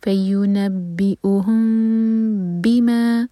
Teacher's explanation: میم کو ہولڈ کریں گے لائٹلی، ہونٹوں کو بند کریں گے اور 2 سیکنڈس کا ٹائم دیں گے، اس کے بعد با ادا کریں گے.